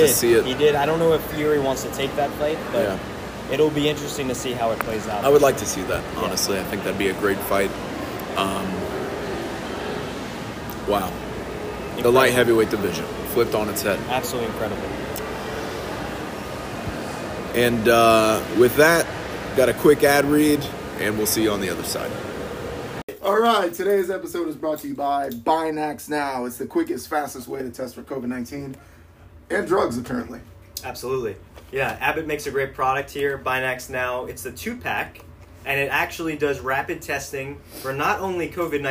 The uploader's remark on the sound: LIVE FROM MSG.